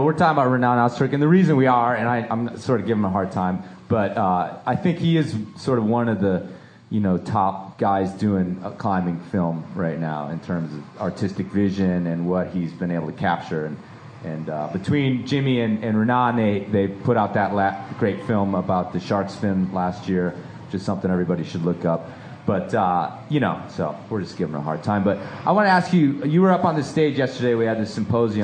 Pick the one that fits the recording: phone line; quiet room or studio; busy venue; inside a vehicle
busy venue